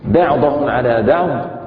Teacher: الباء ترقق والعين كما مرانا ترقق والفاء ترقق